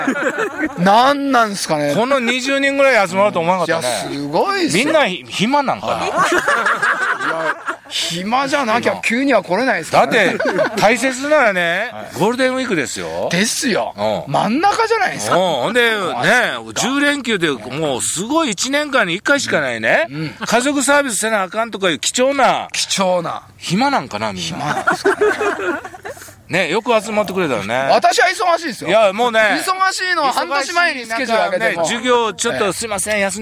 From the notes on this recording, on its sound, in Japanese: 長野県ビーナスラインの霧ヶ峰高原にて。バイクツーリングをして青空対談収録を開催いたしました。